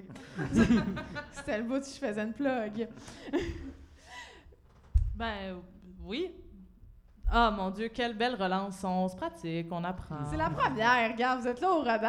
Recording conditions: live audience